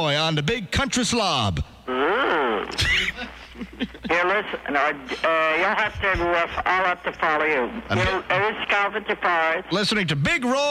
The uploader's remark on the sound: Prank Phone Calls